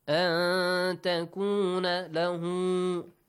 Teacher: an nun sakin plus ta ikhfa with a nasal sound